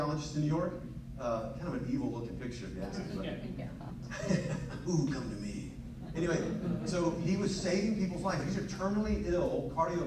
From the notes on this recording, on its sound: LIVE From The 2022 TCR Fall Event. Took the microphone and shared his story and message to the members of the TCR community.